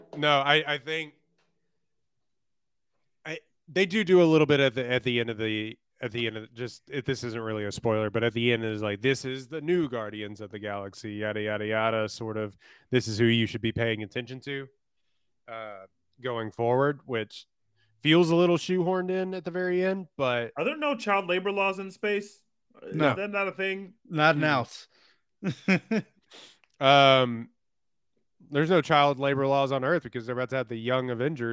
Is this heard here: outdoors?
no